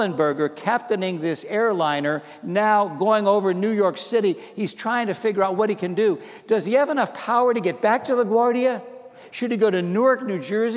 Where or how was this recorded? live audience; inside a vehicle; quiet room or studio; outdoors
live audience